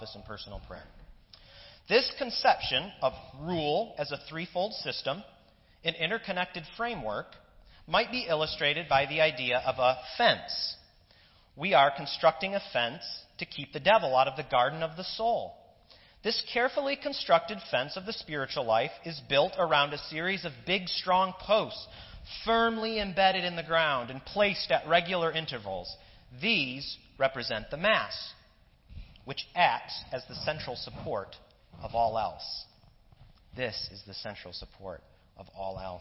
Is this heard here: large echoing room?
yes